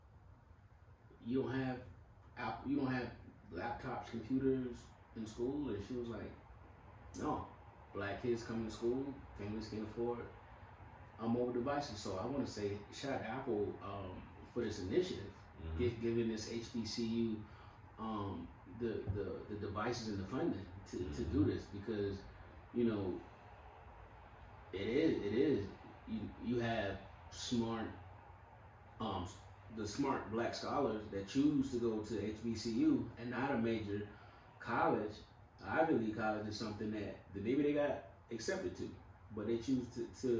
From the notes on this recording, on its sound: Sorry for the audio difficulty this week